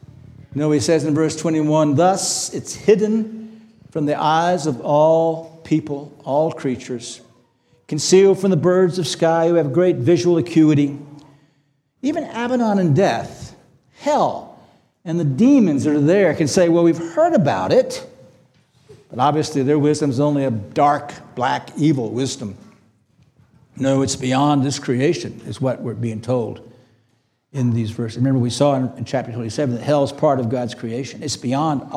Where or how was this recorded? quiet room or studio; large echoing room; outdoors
large echoing room